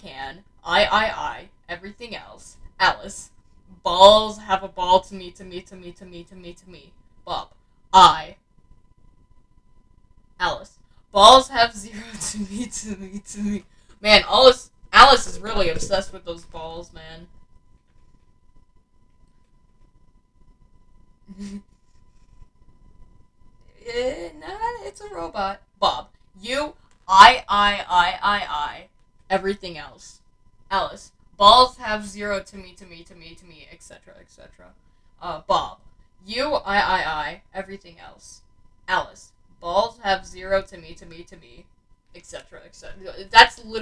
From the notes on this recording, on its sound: I want to apologize about my mic in this first episode, their is a problem with it